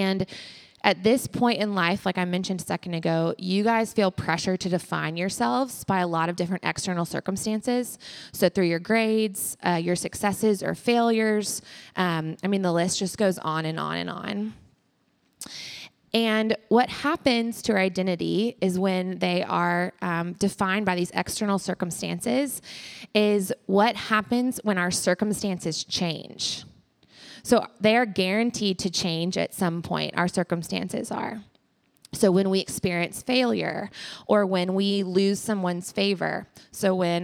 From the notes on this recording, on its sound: Live from Alabama. Live from the As You Are worship night at Alabama (Fall 2023).